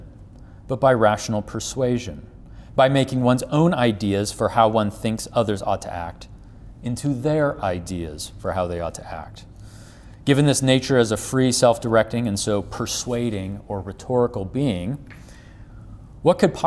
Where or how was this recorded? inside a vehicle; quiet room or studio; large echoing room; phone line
large echoing room